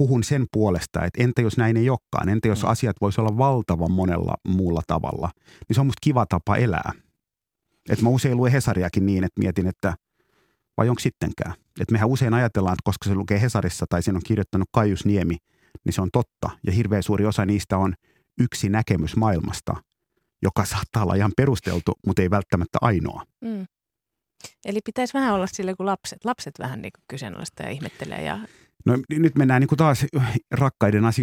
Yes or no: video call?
no